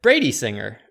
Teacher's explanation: When you say Brady Singer, the name, you stress the last name.